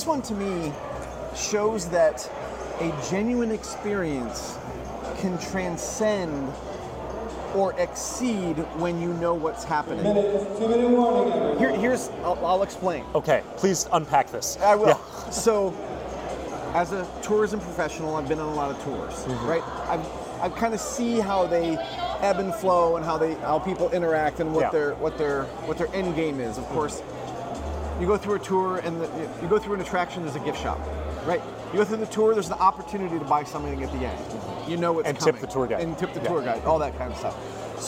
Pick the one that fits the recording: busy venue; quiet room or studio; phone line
busy venue